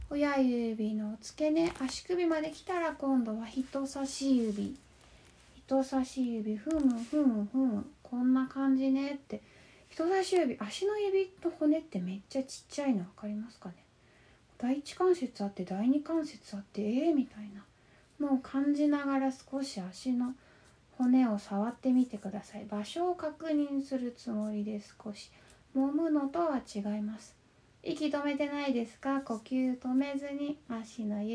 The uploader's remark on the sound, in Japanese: 4/29〜5/8 の22時におこなったインスタライブの録音です。